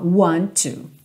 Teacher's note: Eu junto esses dois T's num só.